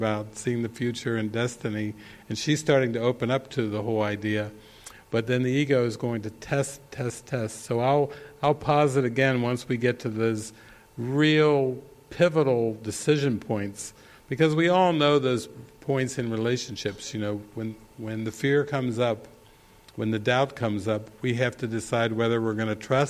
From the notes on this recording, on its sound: This session was recorded during the Into the Kingdom retreat in the evening of October 10, 2019, at the Castle De Berckt in Holland.